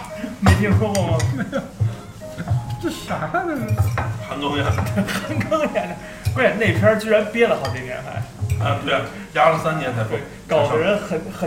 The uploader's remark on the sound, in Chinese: 录音环境为餐馆，所以背景音有些嘈杂。